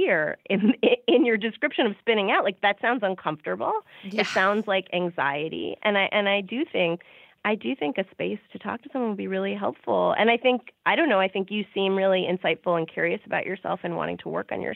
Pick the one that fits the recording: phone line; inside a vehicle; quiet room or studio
phone line